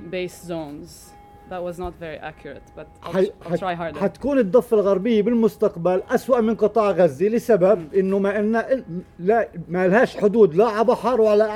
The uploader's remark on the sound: The press conference and interview were recorded on July 22nd 2020 at Casa Del Popolo.